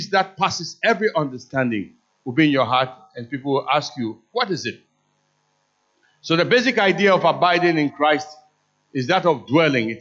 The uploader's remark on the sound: Sermon preached at CBC Adabraka Campus